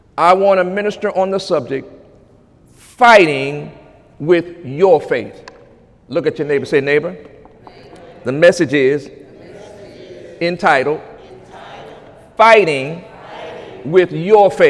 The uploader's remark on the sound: During Sunday morning service